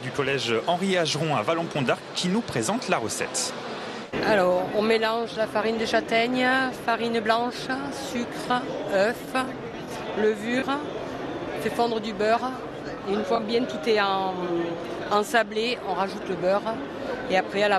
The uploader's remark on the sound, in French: En direct du Salon International de l'Agriculture